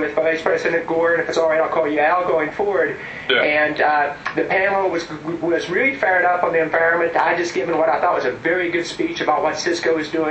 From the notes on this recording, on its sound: Greenbang went along to a panel discussion. The cool thing was that it was all done over Telepresence (posh video conferencing for you and me) between a few different locations.